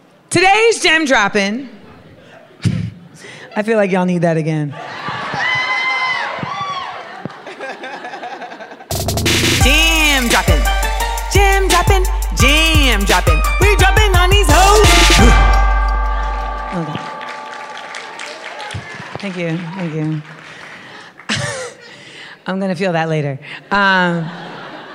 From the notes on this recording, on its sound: LIVE from Clusterfest! Coming at you from Clusterfest for the first ever live episode of Small Doses.